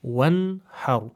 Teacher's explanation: you must give adhar for the noon. You don't do any form of ghunna over here. One har. And then the ra at the end has a sukoon on it, so it doesn't have a haraka.